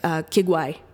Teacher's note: the K, right, often ends up sounding like a G